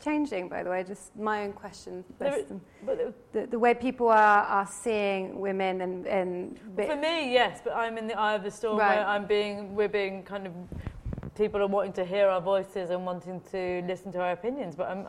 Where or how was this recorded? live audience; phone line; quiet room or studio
live audience